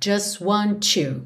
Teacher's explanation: o just, a gente não ouve o som do T, já vai direto do S pro want